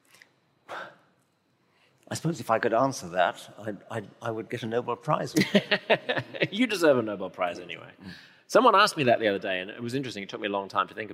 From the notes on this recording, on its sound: In front of a packed crowd at a sold-out Brisbane City Hall.